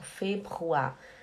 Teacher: O R é aqui na garganta.